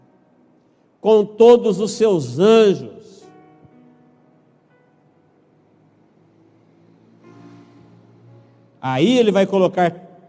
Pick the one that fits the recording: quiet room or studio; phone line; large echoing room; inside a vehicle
large echoing room